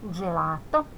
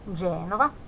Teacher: jos G:n jälkeen tulee nuo hankalat kirjaimet E tai I, niin siitä tulee yhdistelmä D, Z siitä G:stä